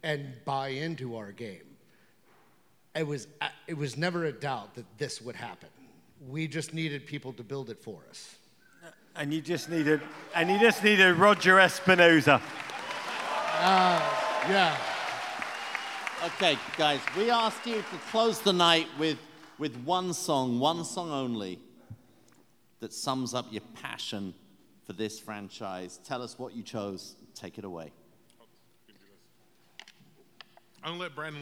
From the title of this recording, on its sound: Pod Live in Kansas City